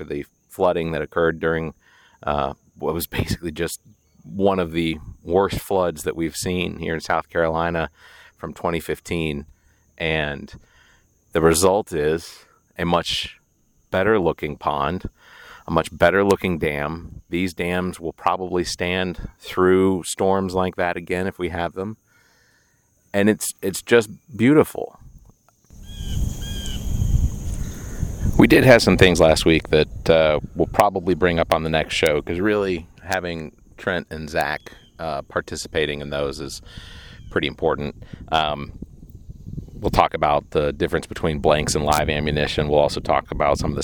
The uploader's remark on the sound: Sounds Studio, but instead recorded live from the middle of Gibson Pond in Lexington South Carolina.